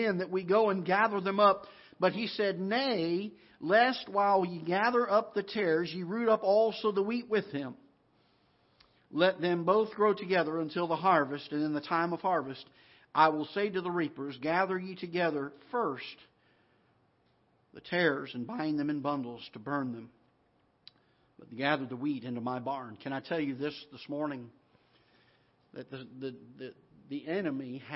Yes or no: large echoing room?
yes